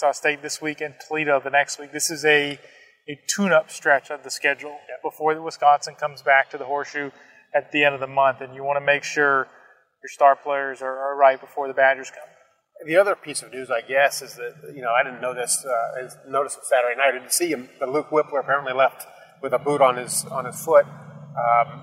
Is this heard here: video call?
no